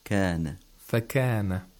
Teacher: The Arabic kaf is further back. It's just a little bit ahead of the place of articulation of qaf.